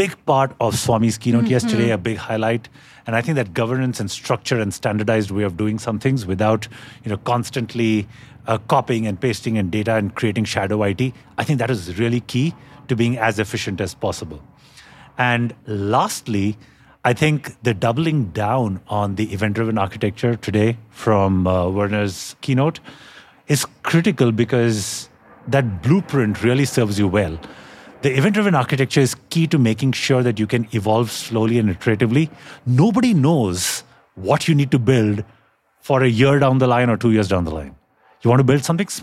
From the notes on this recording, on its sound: Live from Las Vegas with StackHawk.